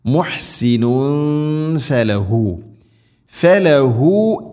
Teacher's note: തൻവീന് ശേഷം ഫ വന്നാൽ ഇഖ്ഫാ ബിഗുന്ന, അവ്യക്തമാക്കി മണിക്കണം